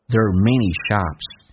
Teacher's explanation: there 跟 are 有一个弱化现象，直接说成 the，这个儿化音叫 the， there are manyshops。我们重新来进行朗读一下，看能不能听懂。